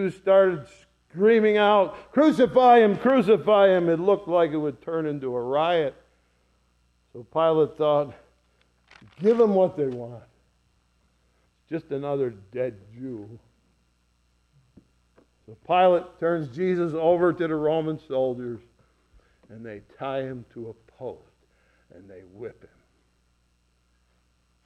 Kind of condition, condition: setting, large echoing room